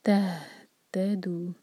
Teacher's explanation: ساکن کے بعد جو تہ ہے اس پر زور دیا جائے گا